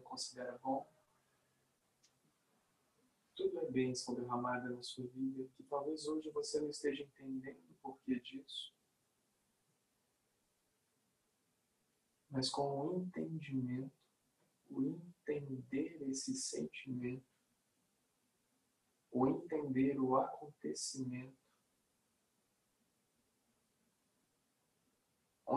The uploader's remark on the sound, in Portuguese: gravado ao vivo